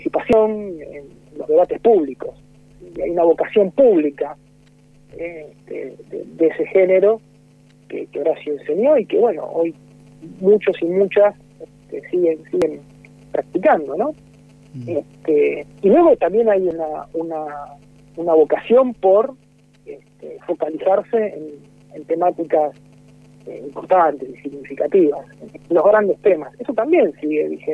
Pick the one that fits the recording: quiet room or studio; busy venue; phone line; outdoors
phone line